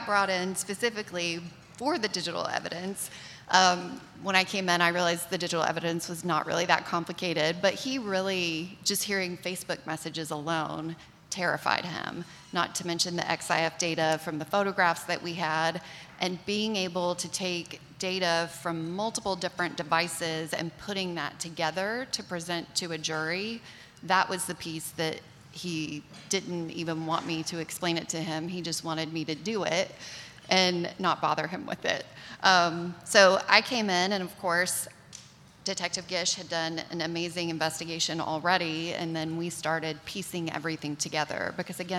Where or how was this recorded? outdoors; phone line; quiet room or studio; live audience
live audience